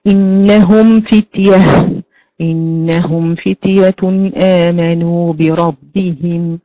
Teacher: نطق الميم الساكنة دون أي زمن للغنة · Term: الاظهار الشفوي